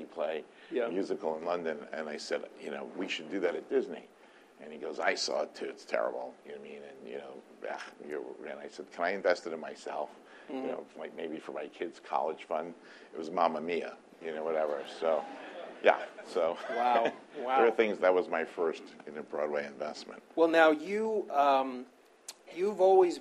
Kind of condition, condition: setting, live audience